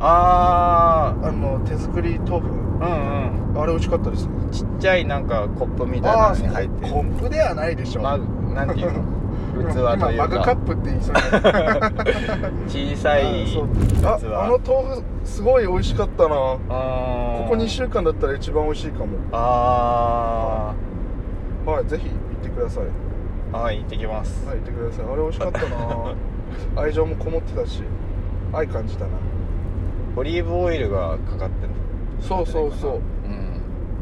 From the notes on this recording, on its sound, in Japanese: 早朝ドライブで、無駄なはなし。今回は初となる早朝収録。